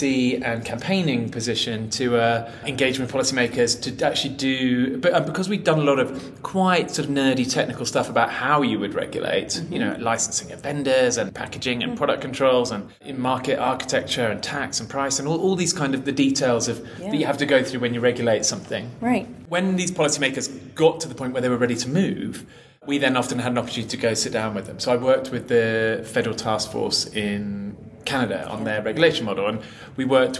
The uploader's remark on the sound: Recorded at MAPS Psychedelic Conference.